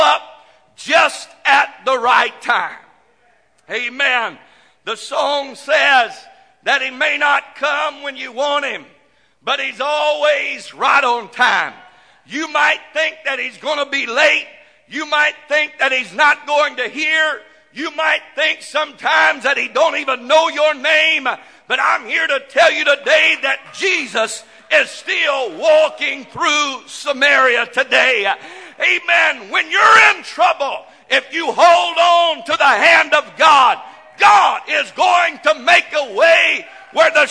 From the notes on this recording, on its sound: This message broadcast live from the First Pentecostal Church of Silsbee, Texas.